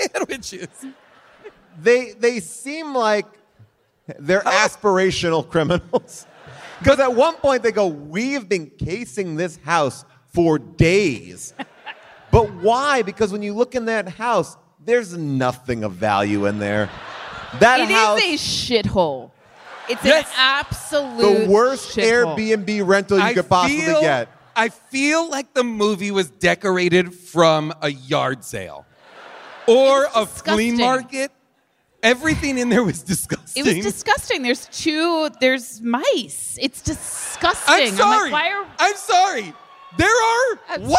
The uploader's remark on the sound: LIVE from the Riviera Theatre in Chicago